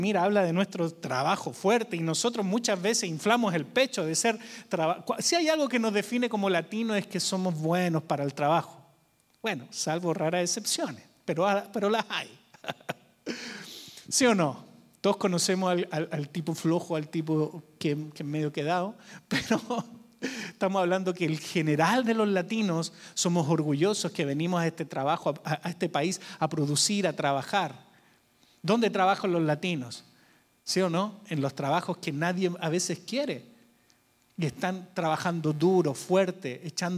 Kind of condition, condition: setting, large echoing room